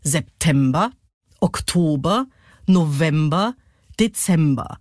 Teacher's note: Da ist immer die erste und die letzte Silbe unbetont und dazwischen liegt der Peak.